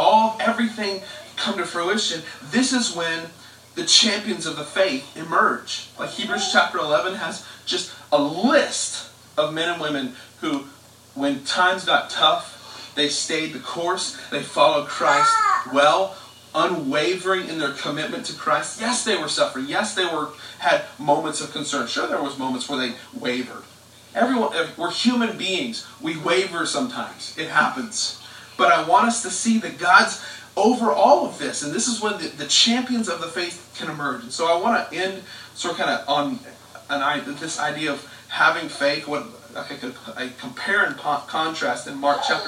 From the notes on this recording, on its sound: We apologize for the audio quality.